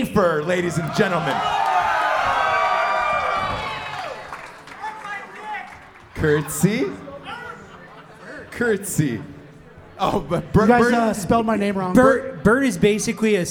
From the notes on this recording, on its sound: live from the MGM Grand hotel in Las Vegas during SHOT show